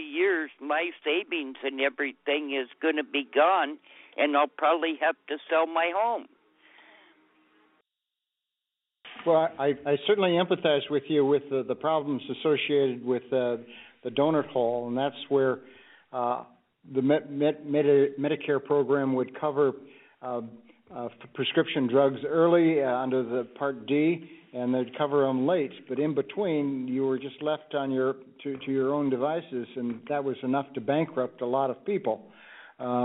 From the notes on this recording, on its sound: More than 8,000 people joined us from across Washington for a telephone town hall on March 29th